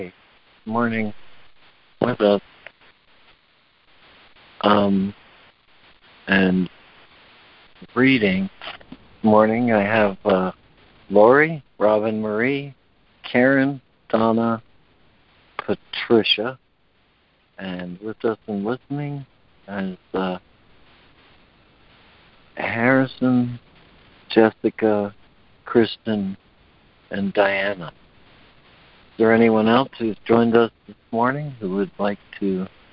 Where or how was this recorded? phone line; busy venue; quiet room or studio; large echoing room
phone line